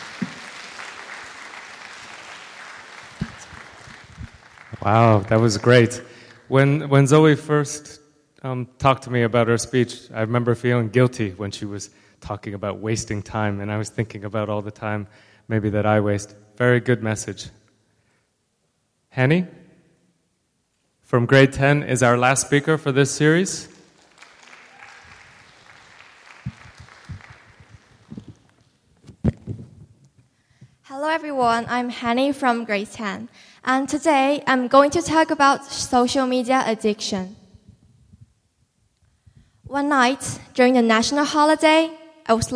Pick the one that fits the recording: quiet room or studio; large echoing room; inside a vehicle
large echoing room